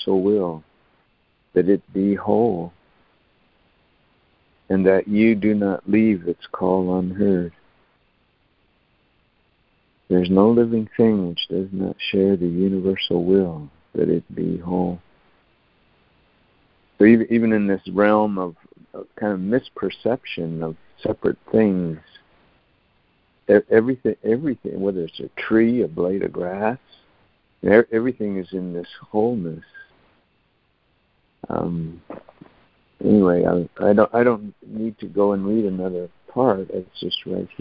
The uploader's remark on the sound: ACIM Daily Conference Call.